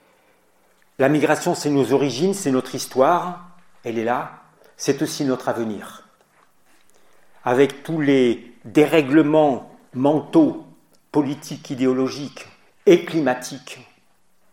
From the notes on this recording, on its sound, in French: Dans cette émission nous communiquons une conférence à l’occasion de la Journée de la Fraternité.